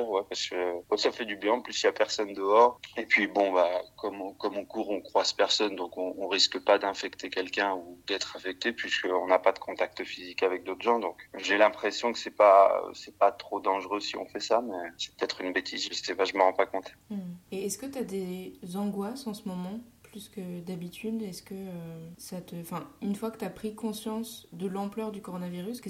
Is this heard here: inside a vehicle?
no